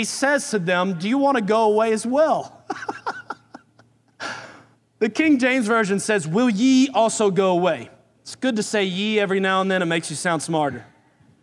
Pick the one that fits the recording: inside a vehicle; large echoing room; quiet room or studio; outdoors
large echoing room